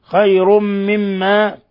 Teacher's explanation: تنوين ضم بعده الميم إضغام بغنة